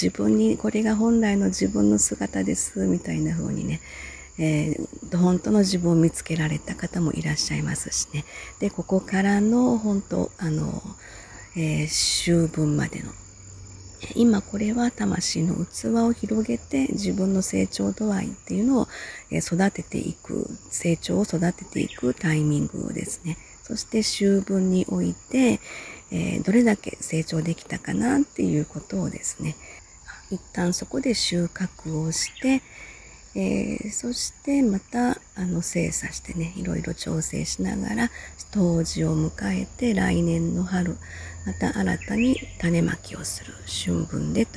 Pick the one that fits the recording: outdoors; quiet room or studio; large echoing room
outdoors